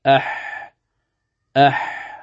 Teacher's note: الحاء تخرج من وسط الحلق، أح هذه هي الحاء.